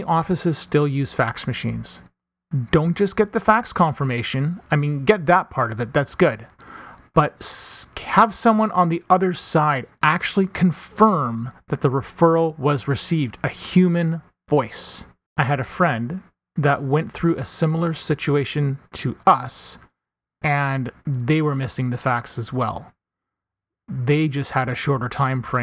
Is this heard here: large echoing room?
no